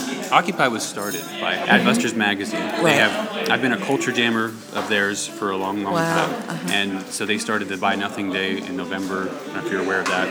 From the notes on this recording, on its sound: Live from Occupy Wall St. Zuccotti Park.